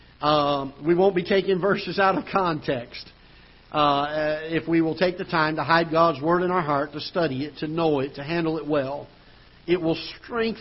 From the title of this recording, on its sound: Ketha Heights Baptist Church ~ Live Broadcast